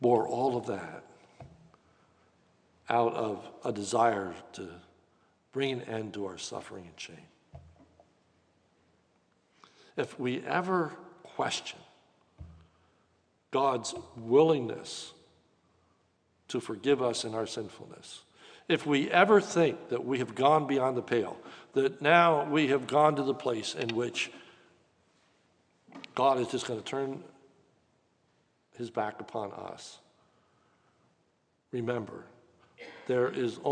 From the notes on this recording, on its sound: This sermon was recorded live at the Lebanon Bible Fellowship Church in Lebanon, PA during the evening service on 08/15/2021